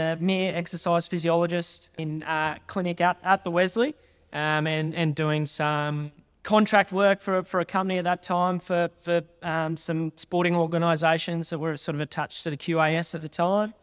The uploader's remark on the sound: In this episode which was recorded live at VALD’s Alta Clinic in Brisbane with an audience of some forty to fifty THT+ Members and guests.